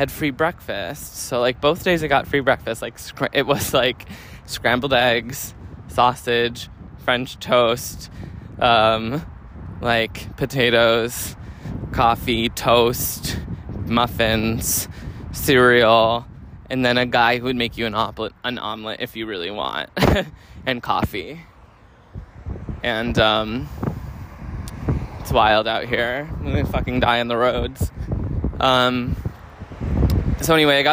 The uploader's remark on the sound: Chicago. We take a walk from the casino to the movie theater.